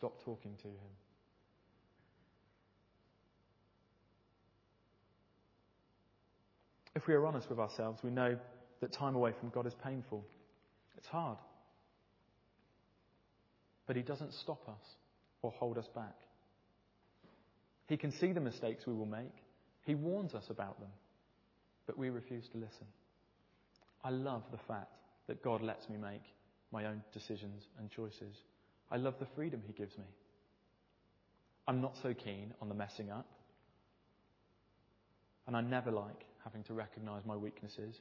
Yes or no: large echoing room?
yes